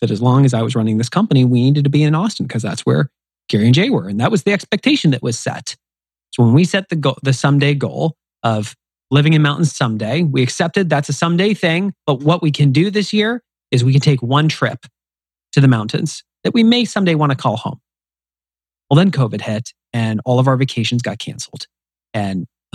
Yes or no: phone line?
no